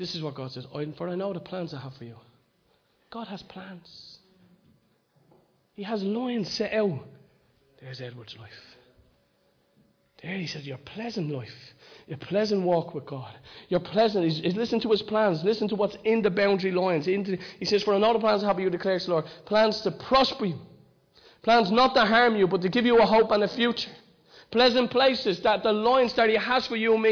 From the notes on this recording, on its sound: Recorded live in Liberty Church on 23rd June 2019